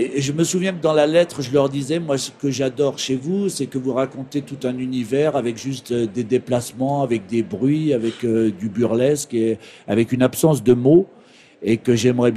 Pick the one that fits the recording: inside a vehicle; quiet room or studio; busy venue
busy venue